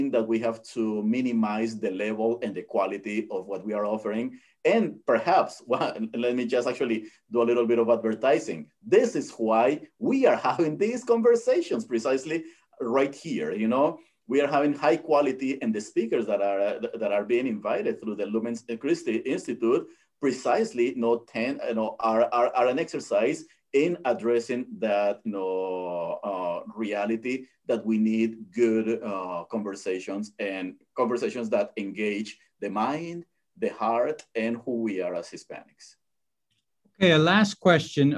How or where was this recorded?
video call